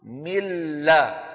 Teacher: هذا الإدغام تحولت النون بجزئيها اللساني والخيشومي إلى مين؟ إلى لام، واللام لا غنة فيها. · Term: إدغام بلا غنى